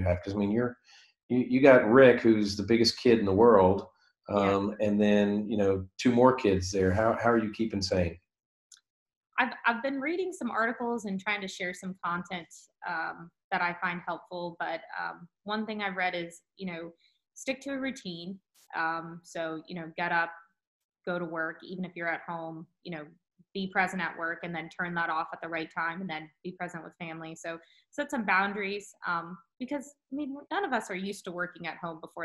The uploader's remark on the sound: via Zoom